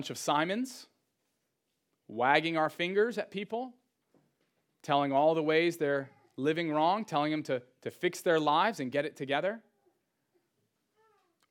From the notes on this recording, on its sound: Sermon audio from Trinity Church of Bedford’s first service!